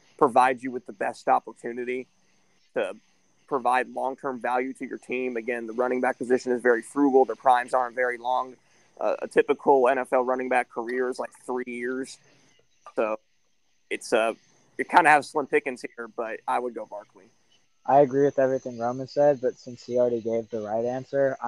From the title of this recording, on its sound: WE RECORDED OUTSIDE